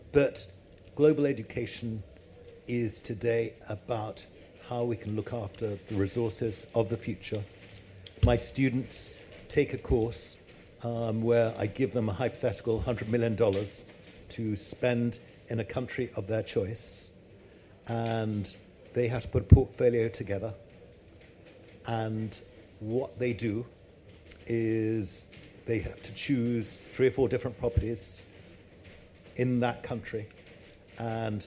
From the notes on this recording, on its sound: recorded in partnership with DWF, live at EG's Pavilion at MIPIM 2023